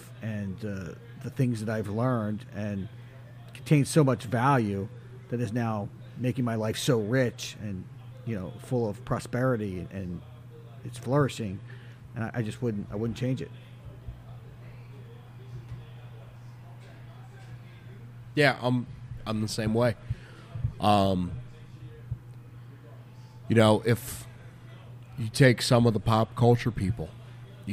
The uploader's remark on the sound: this was the first episode to be recorded in the Liga Privada Lounge of the Wooden Indian Tobacco Shop